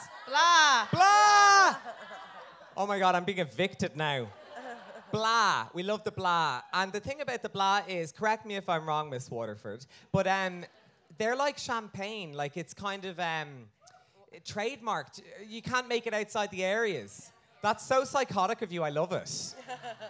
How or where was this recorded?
live audience